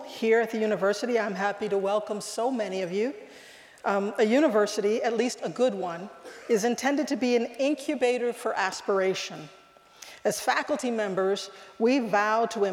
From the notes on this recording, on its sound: at UW’s Meany Hall on March 24, as part of UW Graduate School lecture series